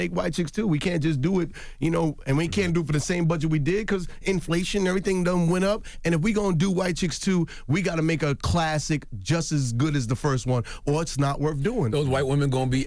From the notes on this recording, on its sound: we opened up the phone lines to hear what our listeners had to say